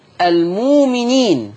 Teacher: عندك إبدال الهمز الساكن، المؤمنين هتبدل بواو مادية